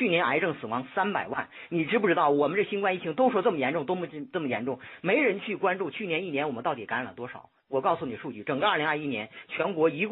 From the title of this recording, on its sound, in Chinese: 電話錄音